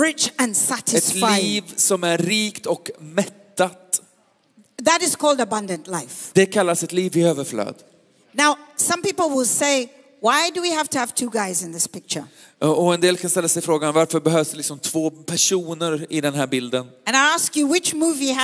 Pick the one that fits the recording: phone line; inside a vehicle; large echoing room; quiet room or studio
large echoing room